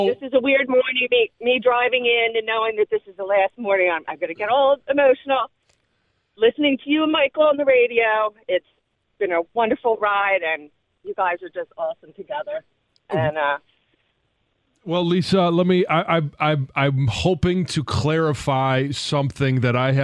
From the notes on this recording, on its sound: call in from Philadelphia